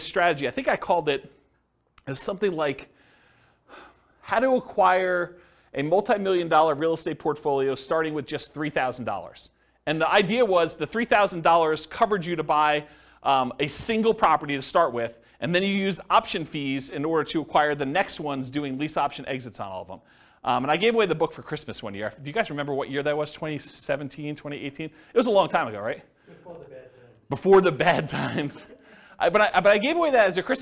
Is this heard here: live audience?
yes